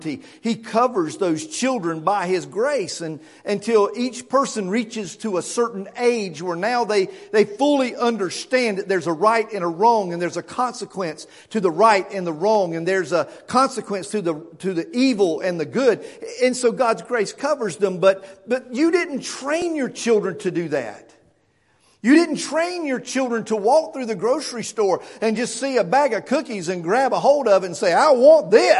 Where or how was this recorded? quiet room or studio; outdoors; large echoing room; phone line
large echoing room